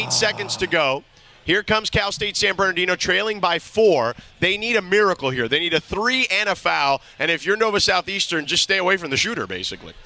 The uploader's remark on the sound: We are LIVE from Yaamava Resort & Casino